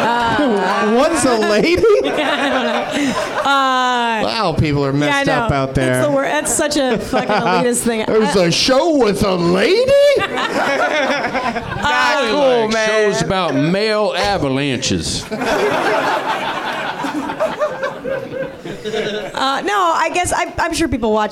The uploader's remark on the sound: Live from the NerdMelt Showroom in LA.